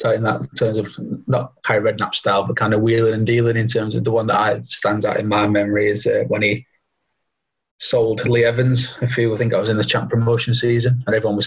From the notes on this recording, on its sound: Apologies for any audio issues in this episode as social distancing guidelines mean we are still recording on a video conferencing site.